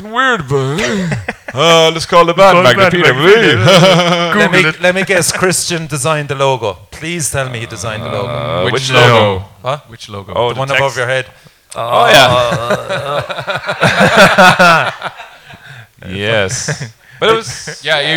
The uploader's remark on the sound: “Live at The Roundy Bar”. Recorded live for The Cork Podcast Festival 2019.